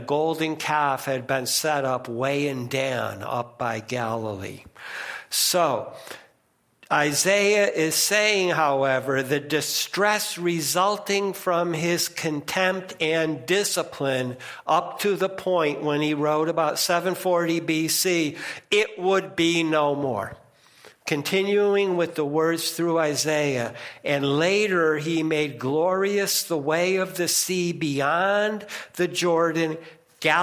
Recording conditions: large echoing room